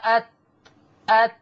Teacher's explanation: خبط في اصول الثنايا العليا، هو ده مخرج التاء. ظهر طرف اللسان مع أصول الثنايا العليا